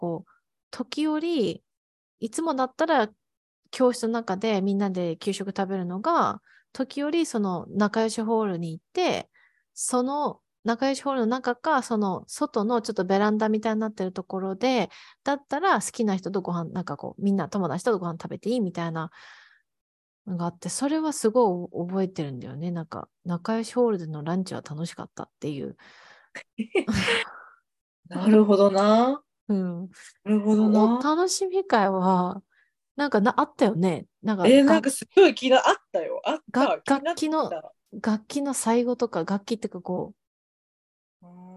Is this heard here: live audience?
no